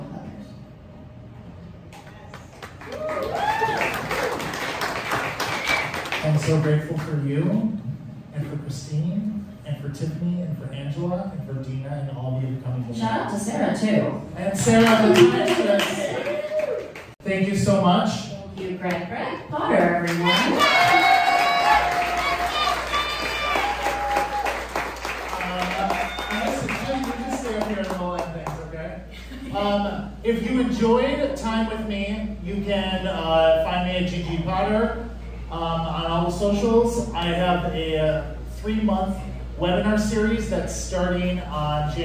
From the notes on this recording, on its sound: Live Show. The final episode of the live Salon show from December!